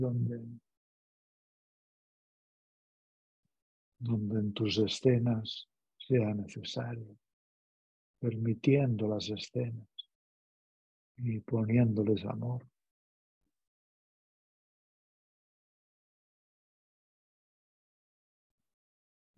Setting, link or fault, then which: link, video call